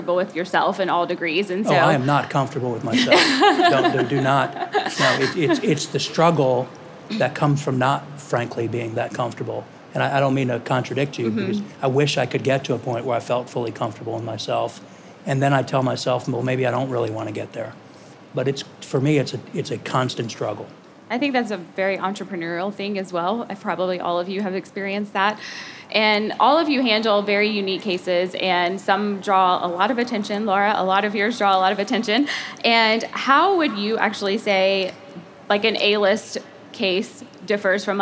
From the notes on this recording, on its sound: Live from The Game Changers Summit. Law firm owners present at the #1 Law Firm Growth Conference on Earth.